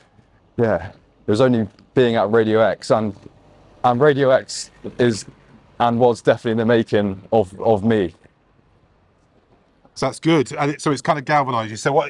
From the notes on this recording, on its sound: Outside Exeter Cathedral for a chat. Recorded in Exeter, Devon.